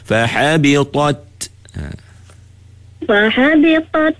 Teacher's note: Masa ta tu tebal tapi ta lepas tu nipih.